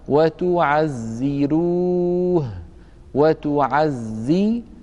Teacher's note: كذلك لو سبقت الراء المضمومة بكسرة متصلة معها في الكلمة نفسها، نحو قوله تعالى وتعزروه، وتعزروه، الراء مضمومة وقد سبقت بكسرة متصلة، لذلك ورش رحمه الله يرققها